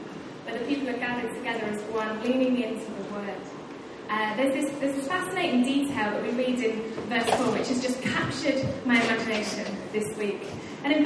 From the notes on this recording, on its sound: Recorded live at Life Church Lancashire on Sunday 28th January 2018.